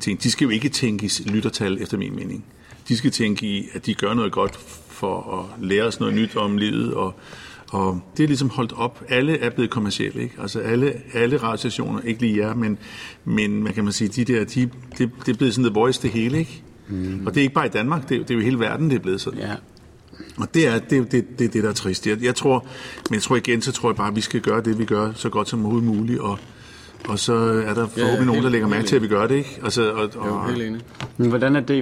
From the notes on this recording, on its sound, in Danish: Et backstage-interview fra Badesøen Festival 2018. Efter deres fælleskoncert på festivalen.